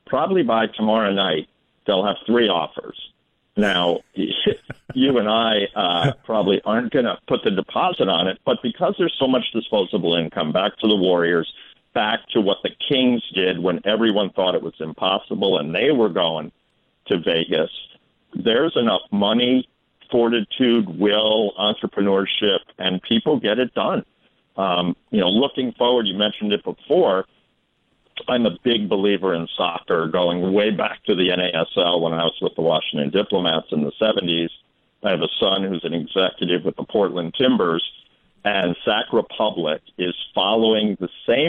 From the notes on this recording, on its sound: calls from KFBK listeners